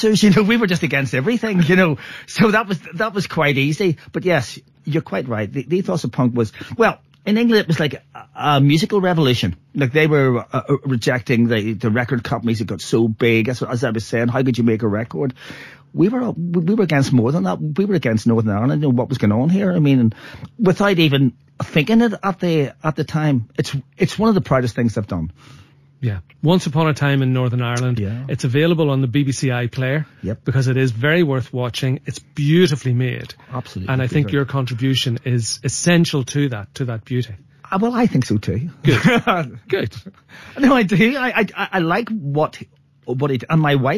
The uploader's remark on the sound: called in for a chat